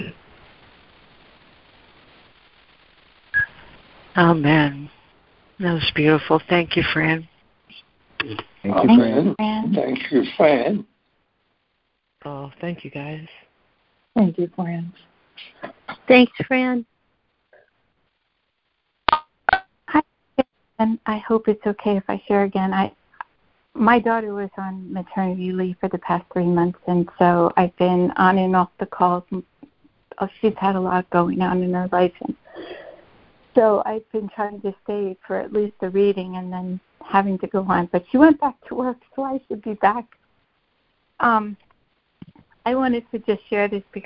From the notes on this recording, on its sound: ACIM Daily Conference Call.